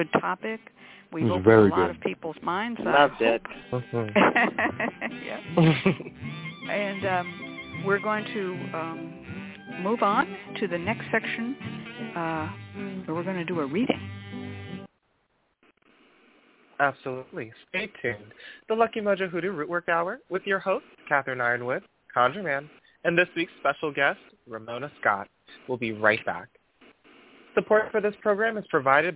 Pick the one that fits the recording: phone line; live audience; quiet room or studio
phone line